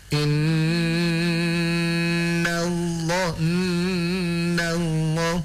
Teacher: mim dan nun yang bertasydid itu dia didengungkan terlebih dahulu